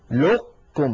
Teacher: ومن العرب من كان يبقي هذه القاف من أيضا من غير خلقلة كما ذكرنا ويدغمها في الكاف إدغاما ناقصا، هكذا ألم نخلقكم لقكم، فيكون إغلاق المخرج على قاف ساكنة من غير قلقلة ويكون الفتح على كاف متحركة